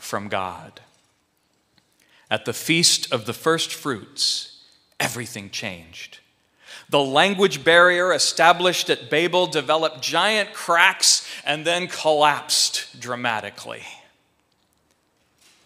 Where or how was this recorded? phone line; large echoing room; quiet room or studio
large echoing room